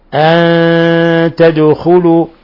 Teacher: ونلاحظ كيف قلقلنا الدال لسكونها